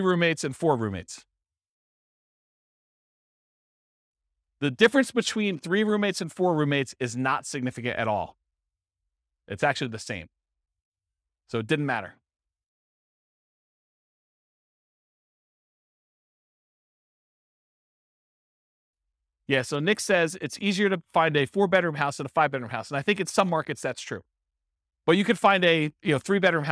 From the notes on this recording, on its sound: This was a live class recorded